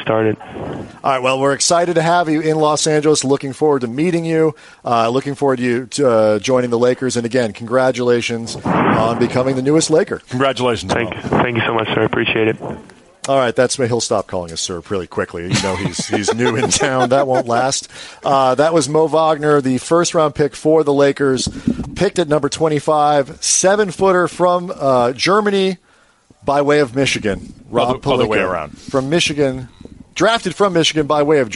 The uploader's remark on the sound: live from the UCLA Health Training Center as the NBA Draft rolls through.